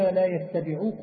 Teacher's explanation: بتخفيف التاء أي بإسكانها وفتح الباء الموحدة